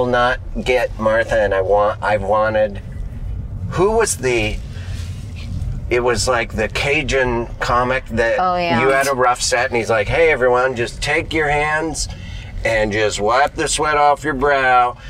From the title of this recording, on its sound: In the Car